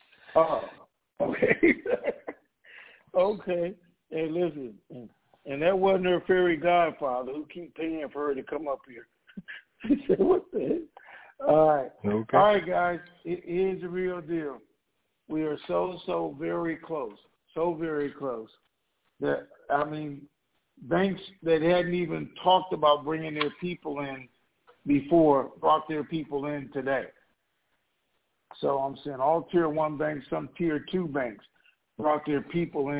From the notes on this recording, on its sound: TNTSuperfantastic Conference Call.